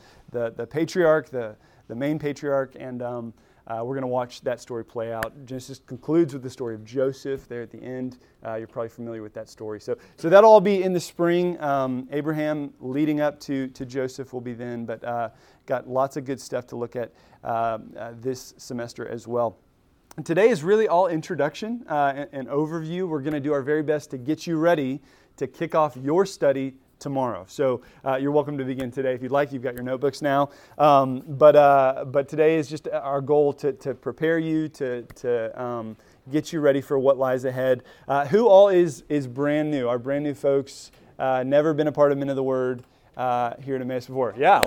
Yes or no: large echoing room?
yes